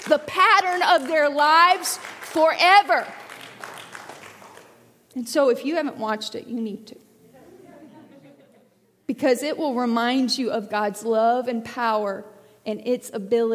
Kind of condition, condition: setting, large echoing room